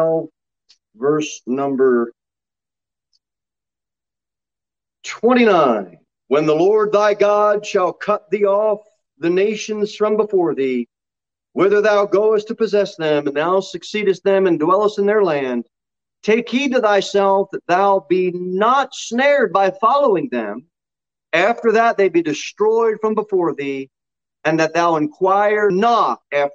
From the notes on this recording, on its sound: Sermon delivered at Pilgrim Baptist Church on Sunday, October 31, 2021, at 6:15 pm.